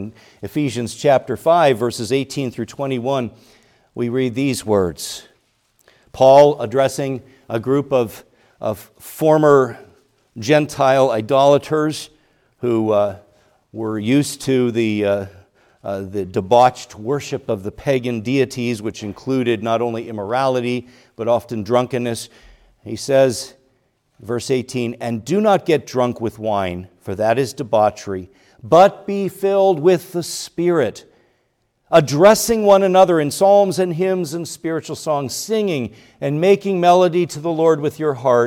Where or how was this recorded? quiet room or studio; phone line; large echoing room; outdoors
large echoing room